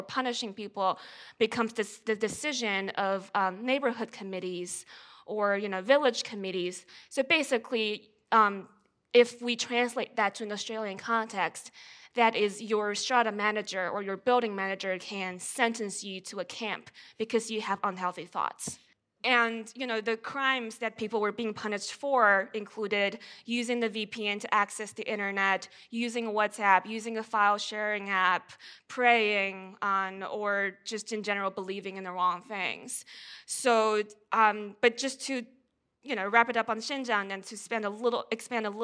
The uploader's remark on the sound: Came together at Antidote 2022. This talk was recorded live at the Sydney Opera House in September 2022.